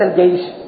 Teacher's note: فكلمة الجيش الجيم والياء والشين متقاربة المخرج